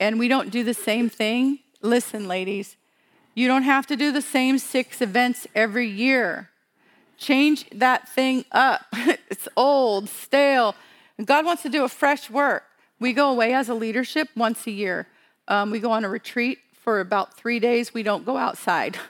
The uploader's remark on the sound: WSL Conference 2022. Sharing content from the Breaking New Ground live event from October 2022. This episode was from a breakout session.